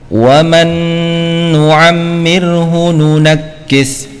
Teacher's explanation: Misalkan lagi, ya, pada kata wa man nu'ammirhu nunakkis, ya, wa man nu'ammir, ya, wa man nu, ya, nun sukun bertemu dengan nun, ya, maka dimasukkan, ya, nun yang pertama dimasukkan ke dalam nun yang kedua sehingga nun yang kedua bertasdid, ya, dengan dengung, dengan ditahan 2 harokat dengungnya, ya. · Term: idgham bi gunnah